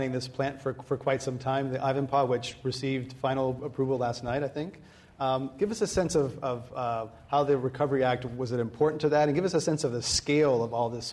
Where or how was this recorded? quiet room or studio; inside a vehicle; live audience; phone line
live audience